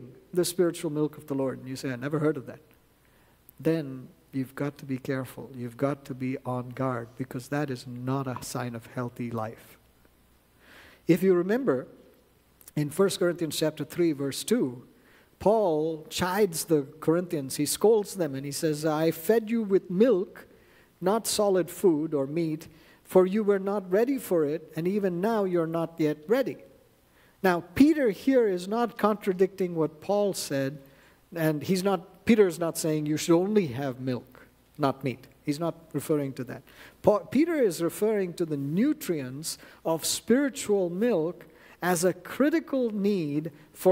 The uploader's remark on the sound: at New Life Fellowship Church, Concord, NC, on Sunday, November 5, 2023